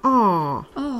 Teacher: Ага, начинаем говорить обычную букву А и почувствуйте, как ваш язык, его задняя часть, сдвигается немножечко туда куда-то к небу, в сторону горла, в сторону гортани. А, а. немного с легким оттенком О. · Term: длинный, полуоткрытый а